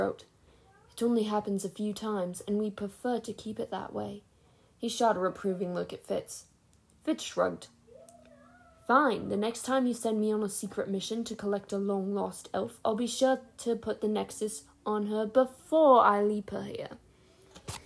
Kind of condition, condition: fault, sounds in the background